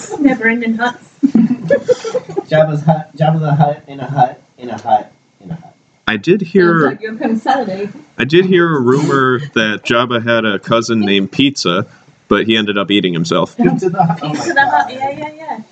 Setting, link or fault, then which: fault, poor microphone